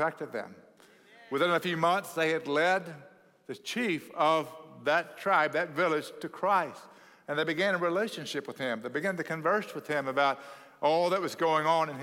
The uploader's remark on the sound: at Cross City Church in Euless, TX